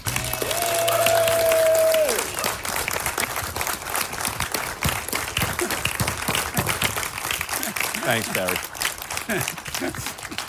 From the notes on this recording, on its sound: a special live interview (recorded at the 2017 Tribeca Film Festival)